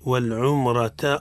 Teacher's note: الراء حكمها التفخيم لأنها متحركة بالفتح